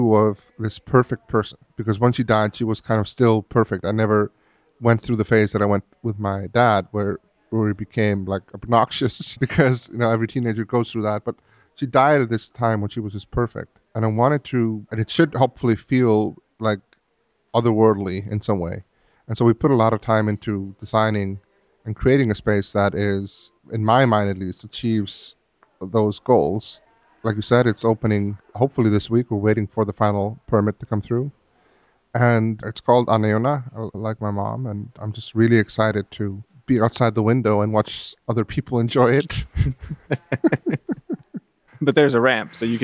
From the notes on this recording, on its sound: Live at Kinference. At Kinference in Brooklyn. We recorded this in the venue during the conference happy hour, so please bear with us as there’s going to be a lot of noise. During the happy hour of the first day of Kinference in Brooklyn.